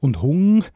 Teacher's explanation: Hung ist hinge am Gaumensegel, am Velum und darum ist das die Velarisierung von ND zu NG.